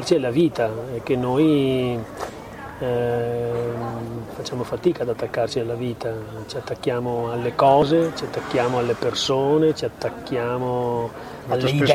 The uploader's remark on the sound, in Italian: Nella seconda parte abbiamo ascoltato le interviste registrate alla terza e quarta serata di Luoghi Comuni Festival